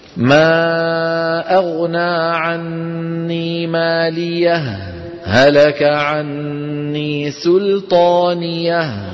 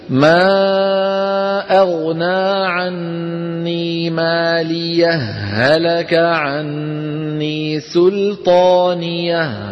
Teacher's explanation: الوجه الثاني الإدغام، ندغم الهاء في الهاء · Shown in: second take